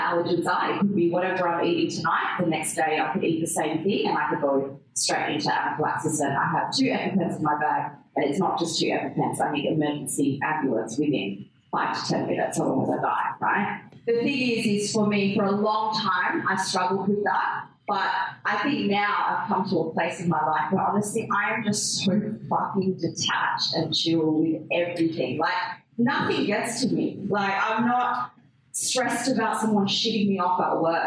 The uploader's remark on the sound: With 120 ladies in the audience for our very first live show 'Cocktail Conversations + Comedy... I'll admit the quality of this audio is less than ideal.